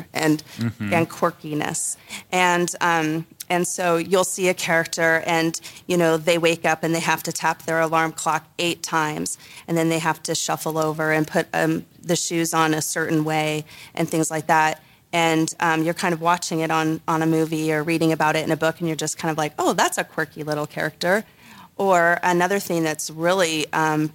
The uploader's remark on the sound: This episode was recorded live at Salt Lake Fan X